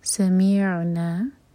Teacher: عین ساکن پر جھٹکا نہ ہو